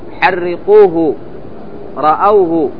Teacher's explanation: في الوقف يوقف على الهاء بالسكون المحض فقط، لأن قبل الهاء واو ساكنة